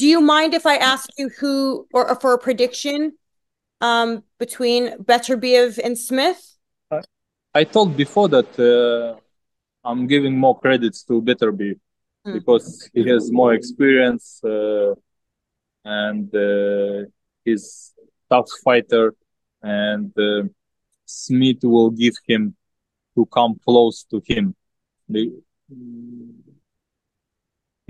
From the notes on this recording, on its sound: via Zoom